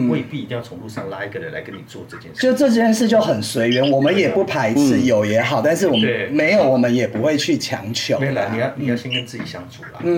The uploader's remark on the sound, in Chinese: 轉發一段低俗囍劇節目內容錄音。設備問題小雜音 大小聲請見諒。